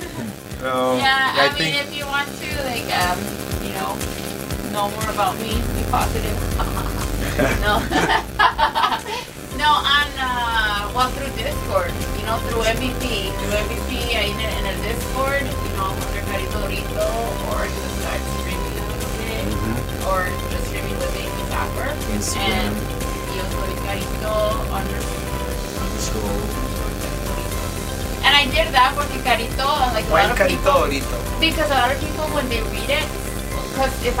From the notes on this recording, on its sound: Unedited. Sorry for buzzing noise!